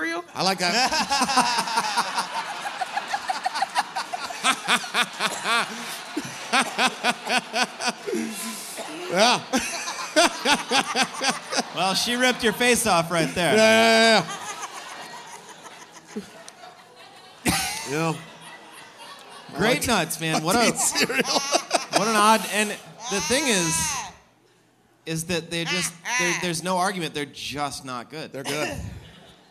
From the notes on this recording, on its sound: Live and Hungover at Bridgetown. It's the first live All Fantasy Everything. It IS live as hell.